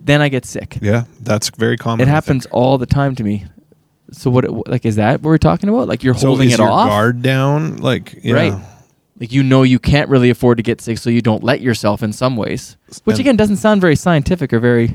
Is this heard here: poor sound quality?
no